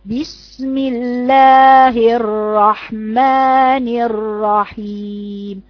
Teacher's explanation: بدي راء ساكنة طويلة وبعدين راء مفتوحة الراء، الراء اللي بقول عليها طويلة دي يعني بديها صفة البينية بديها زمن.